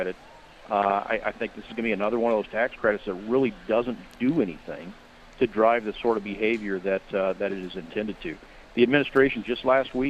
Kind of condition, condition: setting, busy venue